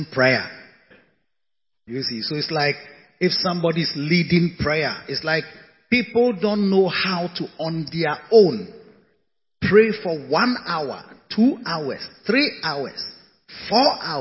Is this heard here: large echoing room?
yes